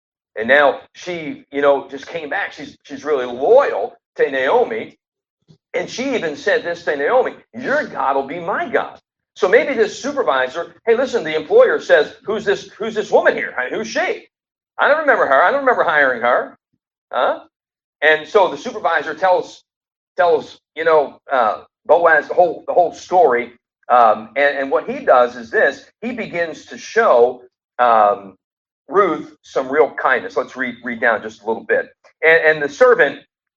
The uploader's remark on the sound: Sorry about the sound....We should have it better next week.